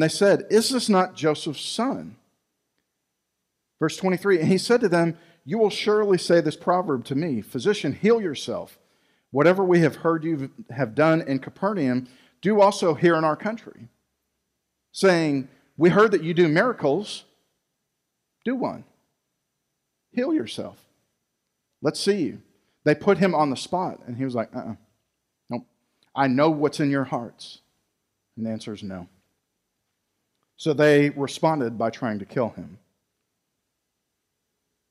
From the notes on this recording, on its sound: Recorded live at Freedom Fellowship Church in Tontitown, Arkansas on Sunday, January 10, 2021.